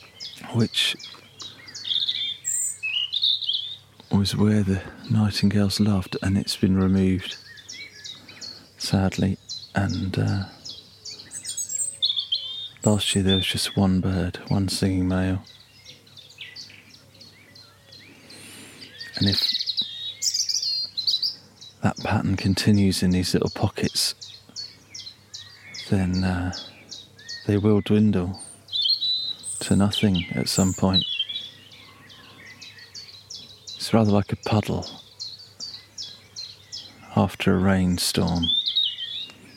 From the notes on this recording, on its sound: Nightingales at dawn in Dorset. Heads to a secret common and woodland in Dorset to at the crack of dawn to hear Britain's most famous songster – the increasingly scarce nightingale.